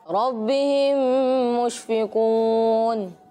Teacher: میم ساکن کے بعد دوسری میم آئے تو ادغام شفوی ہوگا، یعنی میم ساکن میں غنہ کریں گے